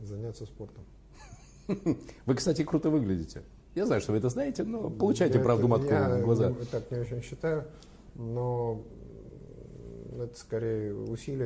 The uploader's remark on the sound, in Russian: Беседа-интервью в рамках фестиваля-праздника "КНИЖНЫЙ МАЯК ПЕТЕРБУРГА". Да, к сожалению со звуком есть проблемы, но перезаписать интервью не представилось возможности.